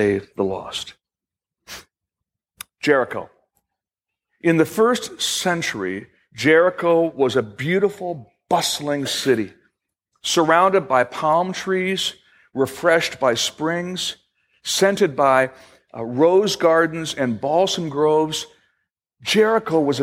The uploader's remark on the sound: Originally recorded July 2, 2018, at Fellowship Missionary Church, Fort Wayne, IN.